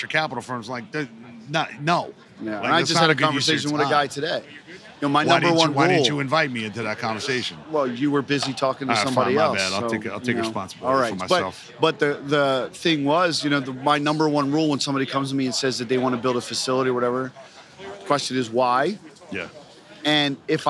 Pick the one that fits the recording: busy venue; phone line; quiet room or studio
busy venue